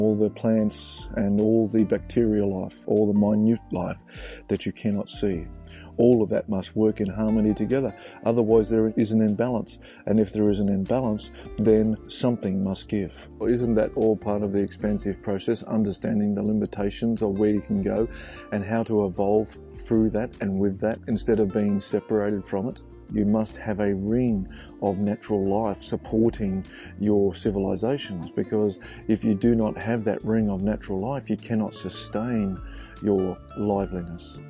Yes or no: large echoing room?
no